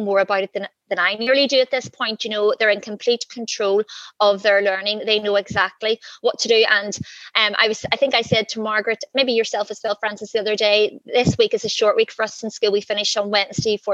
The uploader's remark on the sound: This episode is an edit of a live webinar and therefore will contain references to images and other resources throughout the episode.